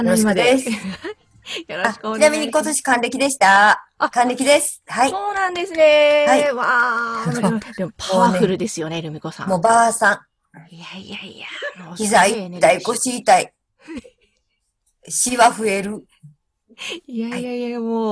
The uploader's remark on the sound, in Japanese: クリスマスのコスチュームもつけながらZoomでお話を伺いました。